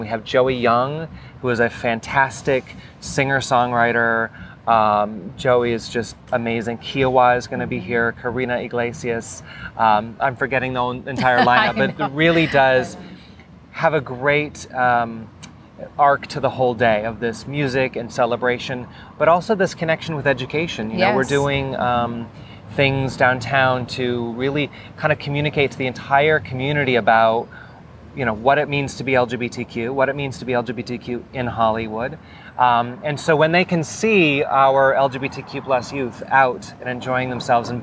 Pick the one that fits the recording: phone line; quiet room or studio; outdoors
outdoors